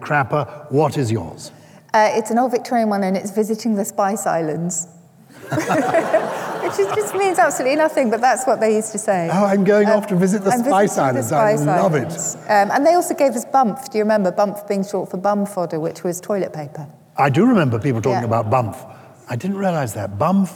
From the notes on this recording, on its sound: Highlights of the first live show of our 2021/2022 tour. We’re in Bath.